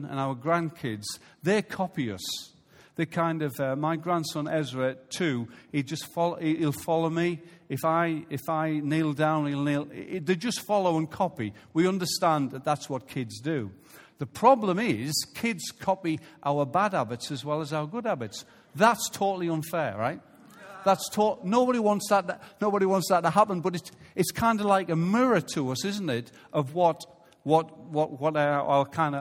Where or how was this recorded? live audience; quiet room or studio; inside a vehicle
live audience